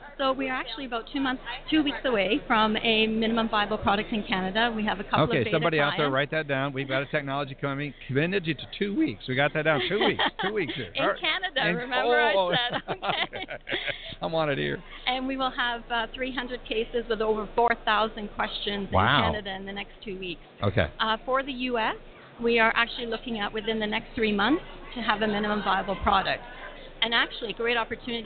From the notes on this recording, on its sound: Broadcasting "LIVE" from the MBA Mortgage Technology Conference & Expo. We will be broadcasting "LIVE" from D+H's Booth at the MBA's National Mortgage Technology Conference and Expo in Los Angeles.